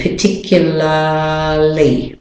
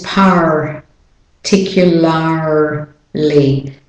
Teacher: in the British and the Australian accent, the A-R-L-Y at the end, the R is not said · Shown in: first take